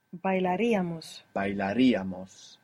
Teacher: the accent stays on the ia